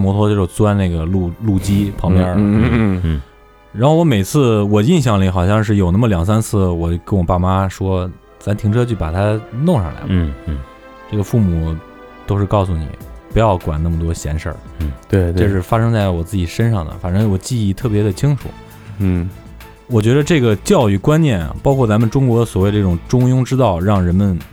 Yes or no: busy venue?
no